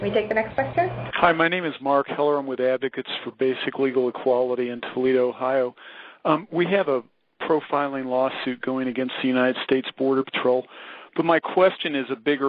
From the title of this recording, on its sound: Full Conference Call